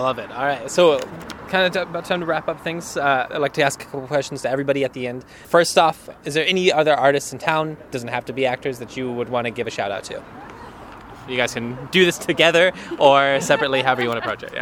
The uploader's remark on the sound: We met at Urban Beans